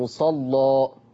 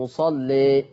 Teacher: وإحنا بنفتح الألف بنغلظ اللام مصلى، وإنت بتقلل الألف هترقق اللام مصلي